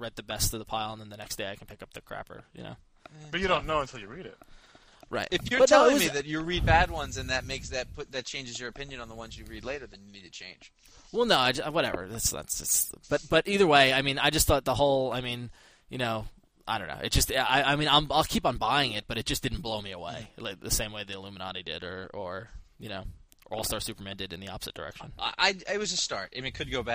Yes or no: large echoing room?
no